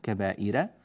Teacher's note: نرقق الراء لأنها مفتوحة وقبلها مكسور